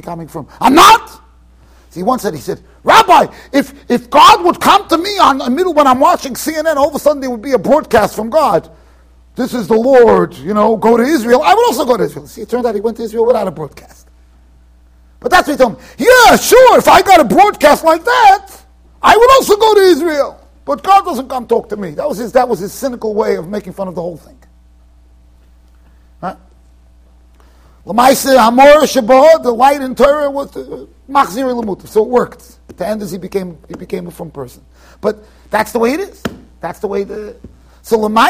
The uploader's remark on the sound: Shiur recorded in Yeshivas Ohr Reuven, Monsey NY.